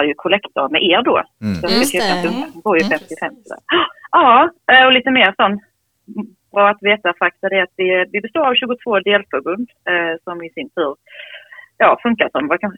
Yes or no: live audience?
no